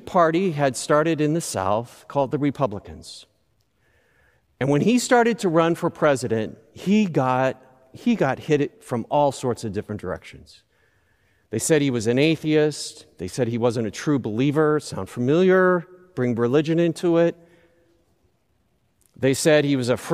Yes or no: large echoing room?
yes